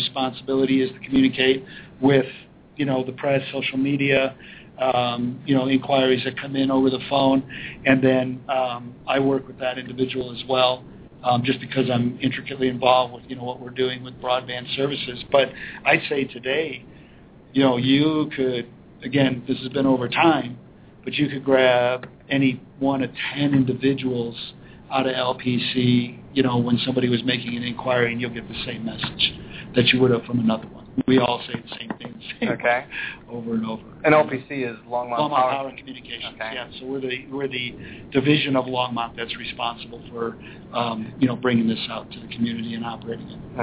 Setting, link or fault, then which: setting, busy venue